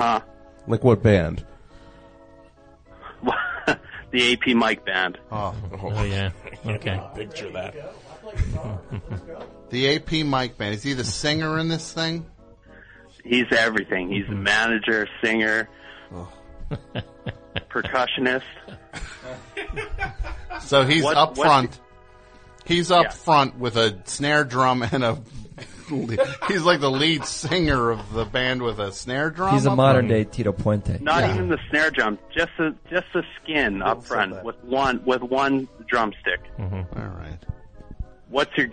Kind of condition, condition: link, phone line